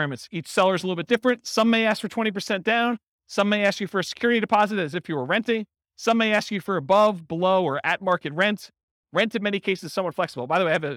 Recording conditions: live audience